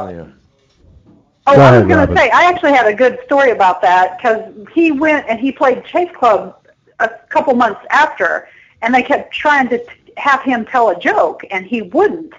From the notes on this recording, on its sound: In the studio to share stories. Called in to talk to us.